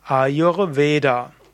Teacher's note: Vielleicht auch noch etwas, das R muss auch noch ausgesprochen werden. Und wenn du es ganz korrekt sprechen willst, dann ist es eher ein Zungen-R, also so wie das spanische oder das polnische R